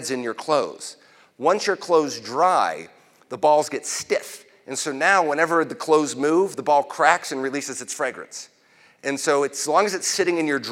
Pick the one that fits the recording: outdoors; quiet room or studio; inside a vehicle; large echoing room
large echoing room